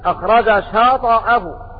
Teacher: قرأت بتحريك الطاء بالفتح